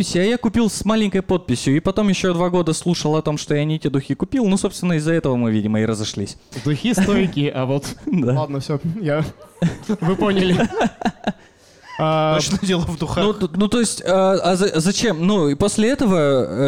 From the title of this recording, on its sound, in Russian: Лайв в баре